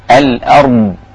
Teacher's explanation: ترقيق الهمزة والراء الساكنة المفخمة، الأرض والضاد بالاستطالة بتاعتها